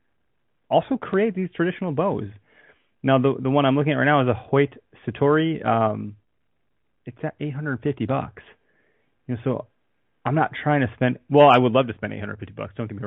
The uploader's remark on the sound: Eventually a couple callers call in from IL and the East Coast.